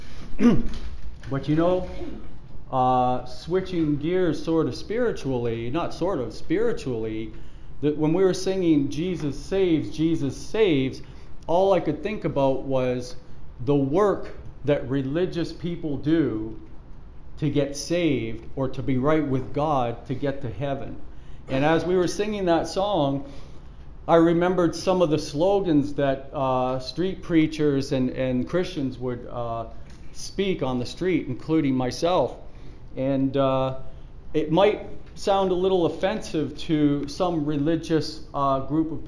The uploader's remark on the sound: Preached at the Church at Brimley